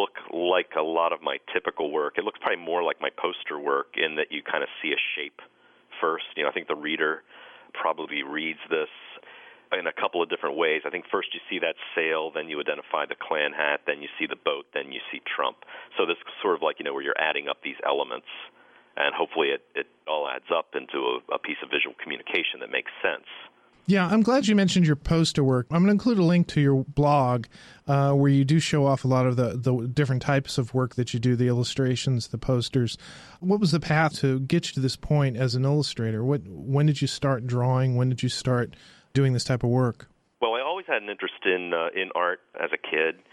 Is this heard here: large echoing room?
no